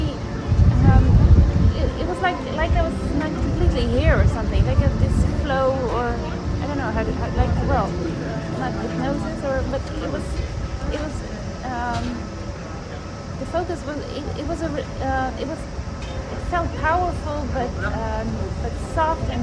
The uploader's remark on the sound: From Tokyo 2020. A brilliant & record breaking night of Freestyle competition at the Baji Koen Equestrian Centre.